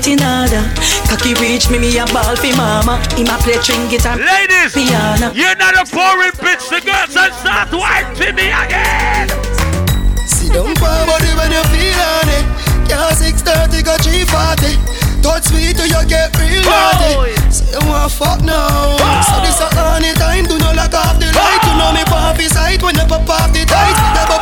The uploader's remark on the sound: LIVE AT ISLAND SATURDAYS ON FEB 10. LIVE AUDIO: 100% DANCEHALL, SOCA, REGGAE & AFROBEATS.